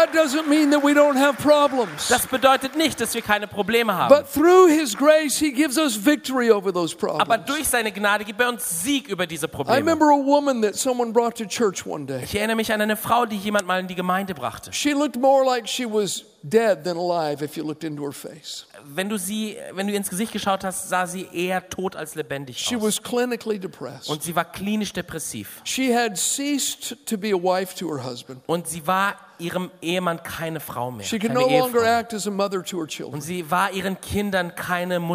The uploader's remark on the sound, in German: aus unserem Gottesdienst